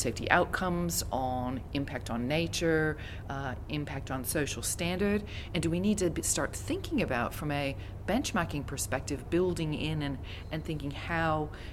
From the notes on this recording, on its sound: Onsite at the GFSI 2022 Conference, hosted this year in Barcelona.